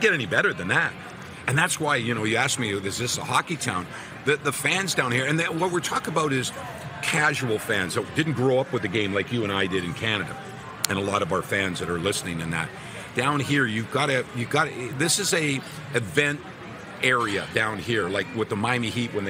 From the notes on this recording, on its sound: LIVE AT THE POMPANO BEACH HOUSE IN FLORIDA!